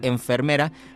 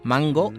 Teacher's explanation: Pero esto es curioso, por ejemplo, para nosotros es el mismo fonema la N de enfermera y la N de mango, pero son sonidos muy diferentes. El de enfermera es casi una M porque tienes que hacer la N al final de la boca, y la N de mango es casi una ñ y la tienes que sacar por la nariz.